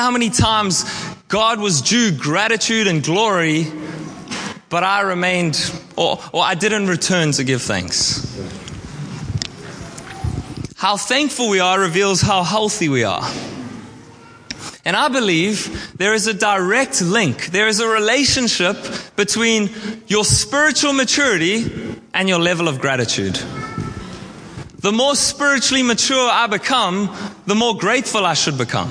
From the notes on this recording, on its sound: at our All In Service on 29/10/23